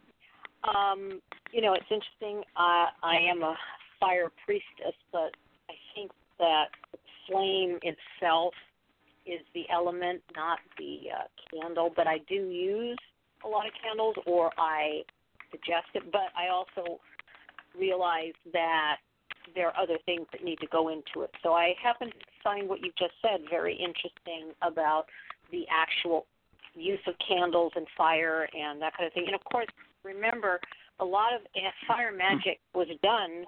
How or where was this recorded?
phone line